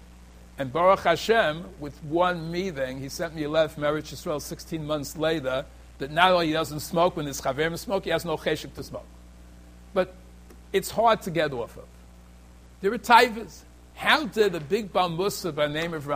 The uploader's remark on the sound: Shiur recorded in Yeshivas Ohr Reuven, Monsey, NY.